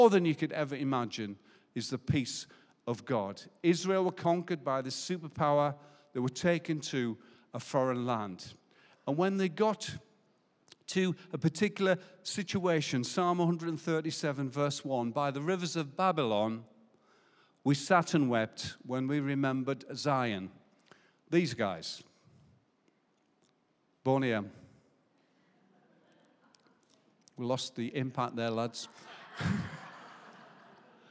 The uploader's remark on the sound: Recorded live at Life Church Lancashire on the 7th November 2021.